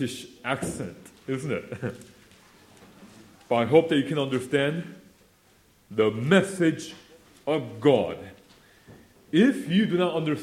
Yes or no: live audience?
yes